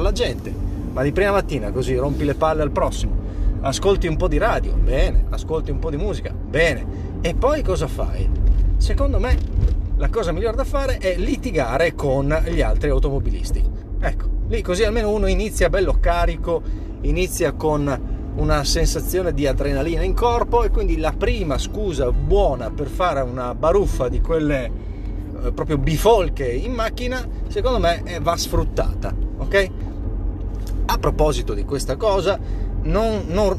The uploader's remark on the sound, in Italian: Live dalla macchina